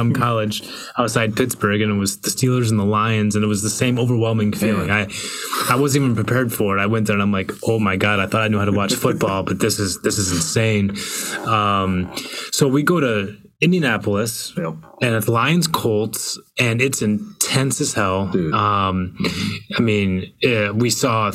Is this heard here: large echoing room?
no